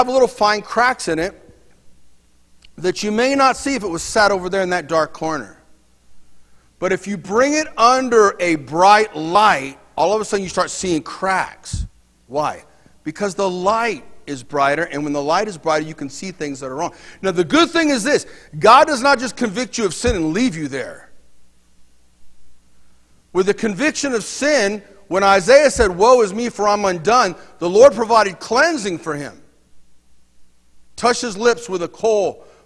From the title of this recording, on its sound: Mt. Zion Church Live!